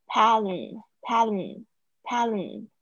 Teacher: 因为他夹在两个，两个元音之间，啊，他会有一个浊化的现象变成 L 的声音